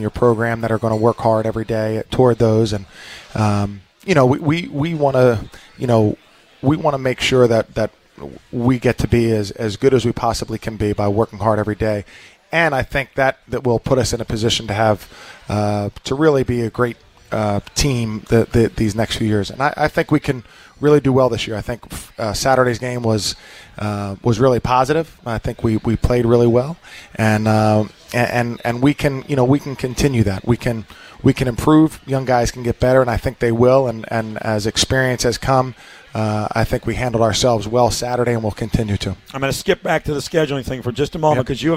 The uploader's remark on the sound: Joins the show from Glory Days Grill.